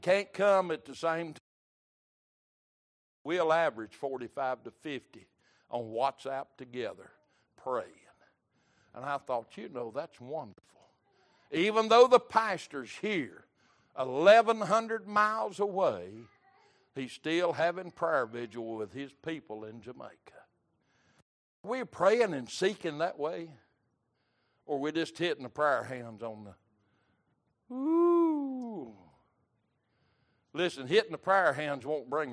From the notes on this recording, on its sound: Recorded May 17, 2023 - Wednesday Evening Service